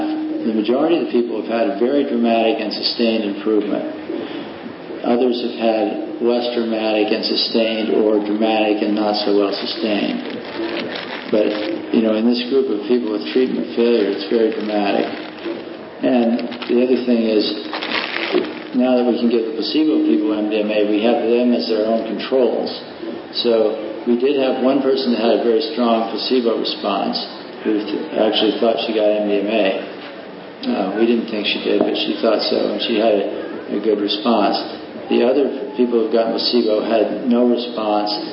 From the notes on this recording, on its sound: This talk was given as a part of the MAPS/Palenque Norte lectures at the 2006 Burning Man festival